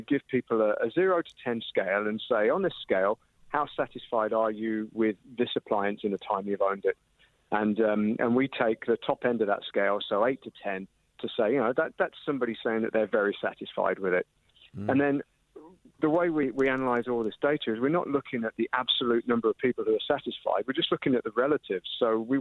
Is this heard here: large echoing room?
no